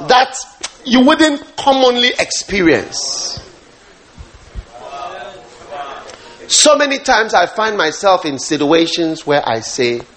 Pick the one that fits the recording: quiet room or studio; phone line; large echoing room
large echoing room